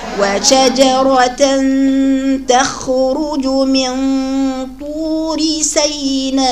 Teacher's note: الجيم في القرآن مش معطشة زي ما كنا زمان نقولها